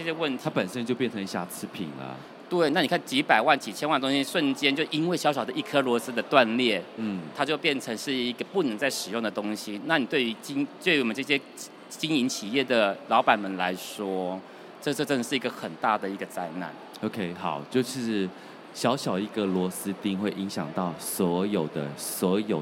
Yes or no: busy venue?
yes